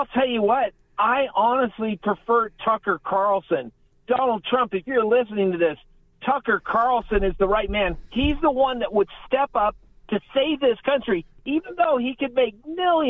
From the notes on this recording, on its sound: The phones stay lit for the final hour with callers, old and new.